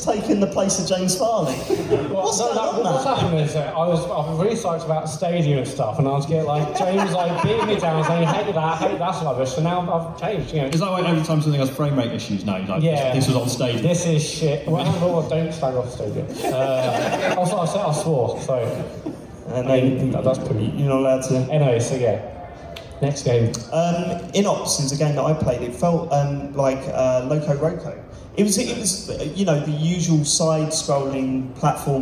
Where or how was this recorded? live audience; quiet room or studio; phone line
live audience